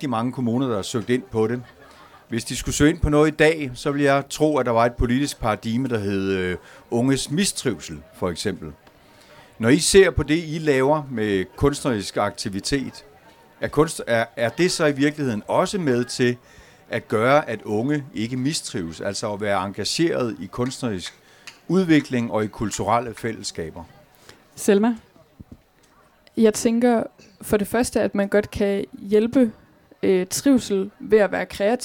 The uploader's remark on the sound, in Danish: Live fra Kulturmødet Mors 2023. Podcasten er krydret med livestemningen fra teltet og spørgsmål fra tilhørere.